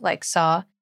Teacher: when you say words that end in aw, like saw, you add a little kind of R sound to it